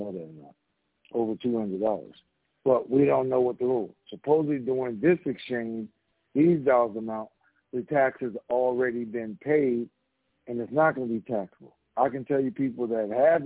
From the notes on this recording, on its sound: TNTSuperfantastic Conference Call